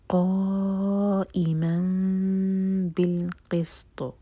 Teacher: تنوین کے بعد با آ رہا ہے تو تنوین کا ساؤنڈ میم میں چینج ہوگا, اس کو کہتے ہیں اقلاب، تو ہم میم کا ساؤنڈ